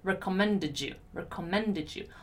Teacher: when we finish a word with the letter D and my next word is you, I can say this last D as j, j. So recommended you, recommended you.